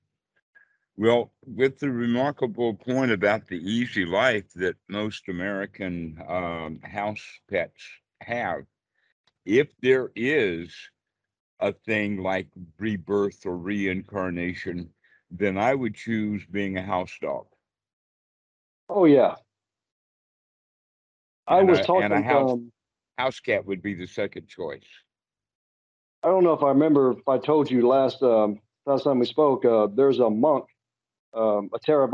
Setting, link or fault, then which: link, video call